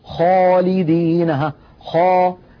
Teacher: على جسم الحرف فيمتلئ الفم بصداه، كما نطقت منذ قليل خاء، لما قلت خاء تلاحظون بأن صوت الخاء ملأ فمي · Term: التفخيم